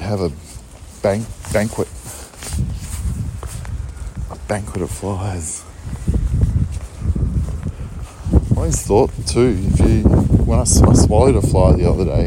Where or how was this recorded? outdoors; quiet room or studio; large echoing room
outdoors